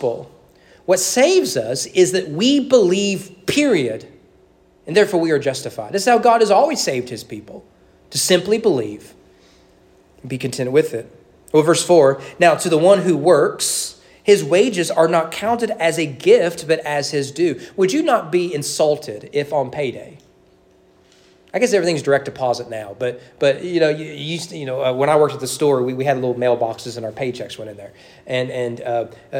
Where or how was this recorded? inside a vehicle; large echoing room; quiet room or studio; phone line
large echoing room